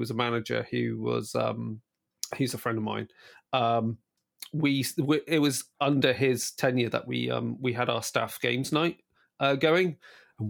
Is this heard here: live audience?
no